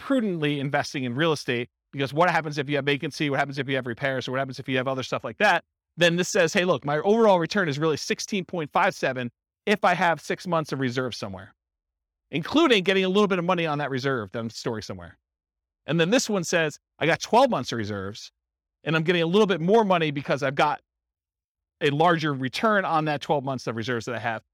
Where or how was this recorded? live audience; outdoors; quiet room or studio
live audience